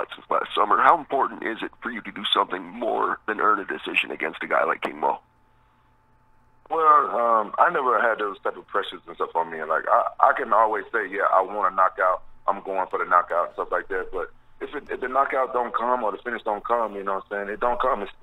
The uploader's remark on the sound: Media Conference Call